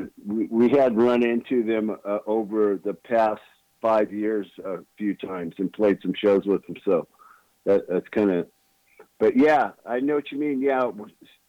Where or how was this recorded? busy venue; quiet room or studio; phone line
phone line